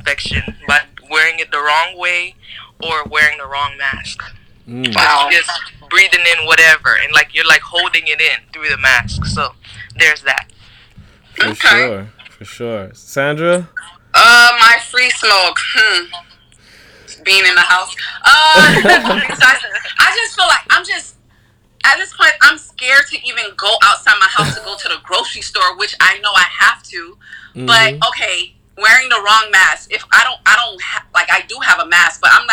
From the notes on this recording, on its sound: This episode was recorded via FaceTime so we could adhere to the social distancing standard.